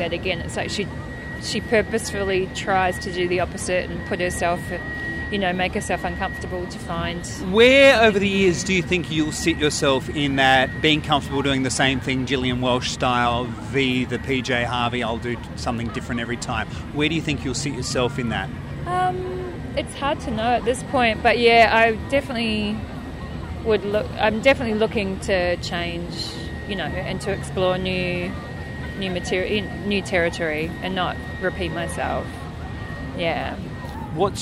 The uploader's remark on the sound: Chat recorded back in March 2017, in The Garden of Unearthly Delights at the Adelaide Fringe. Chat recorded back in March 2017, in The Garden of Unearthly Delights at the Adelaide Fringe.